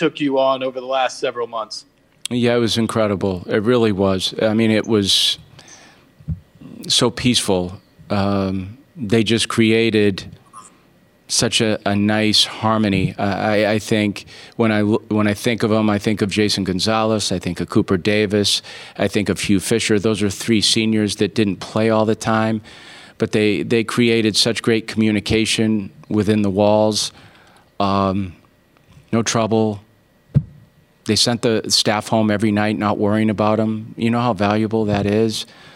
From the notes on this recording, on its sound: postgame, CWS Final press conference